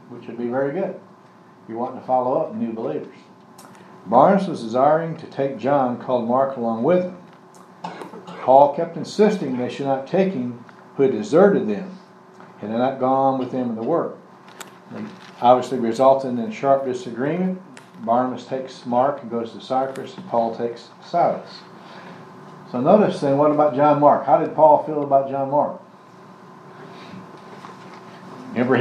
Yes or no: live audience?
yes